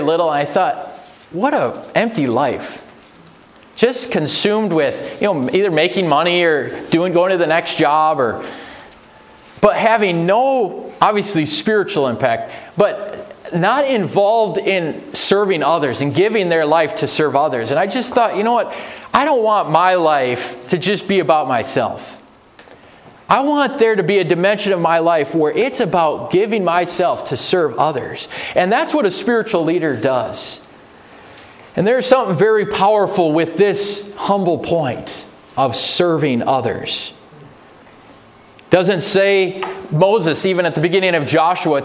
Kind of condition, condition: setting, large echoing room